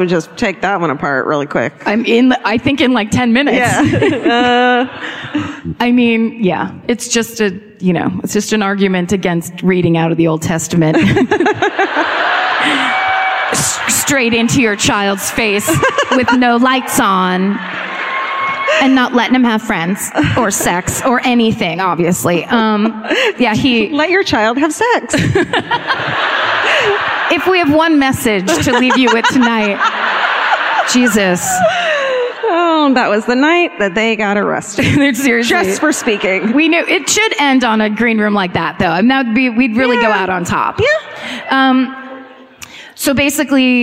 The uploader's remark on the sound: Live at the Riverside Theater in Milwaukee (2017)